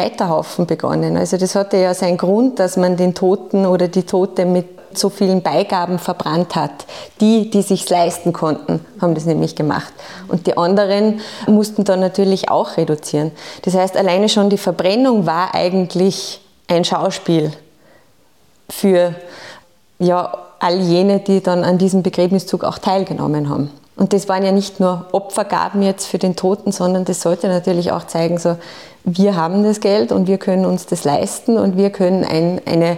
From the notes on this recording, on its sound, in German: Laden die "Salzburger Nachrichten" zum Live-Podcast in den SN-Saal. Eine Folge vor Publikum.